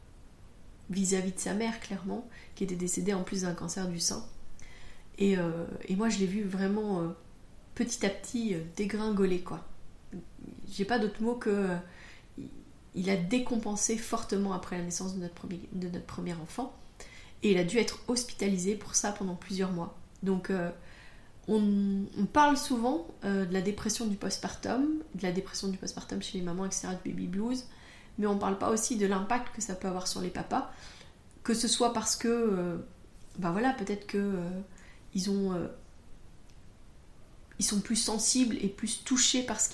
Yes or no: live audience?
no